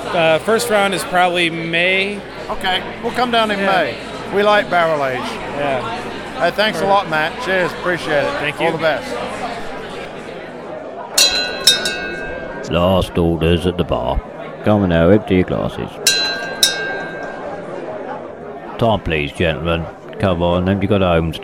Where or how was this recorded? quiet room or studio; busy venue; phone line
busy venue